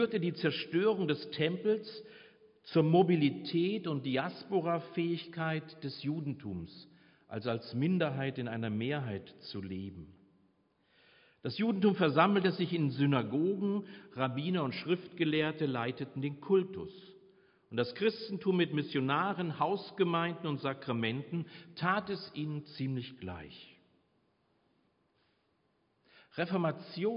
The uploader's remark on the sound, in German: Predigt Pauluskirche 15.5.2022 - Jazzvesper